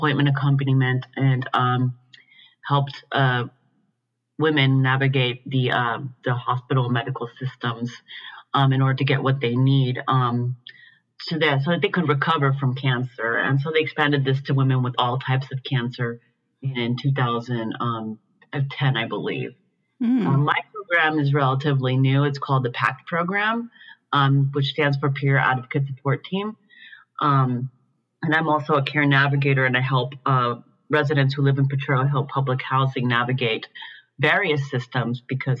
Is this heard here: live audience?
no